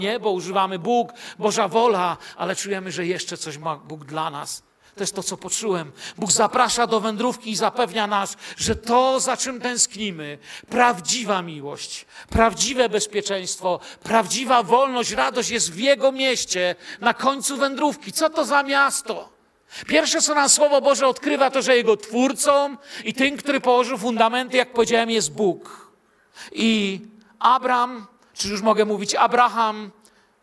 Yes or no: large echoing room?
yes